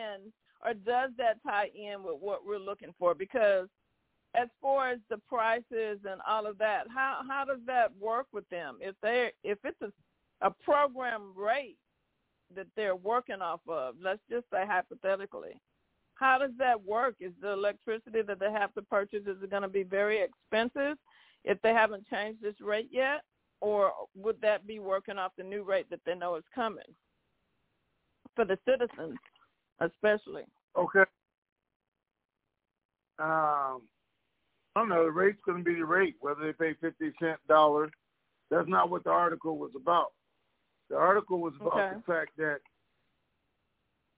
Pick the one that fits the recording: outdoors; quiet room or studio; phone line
phone line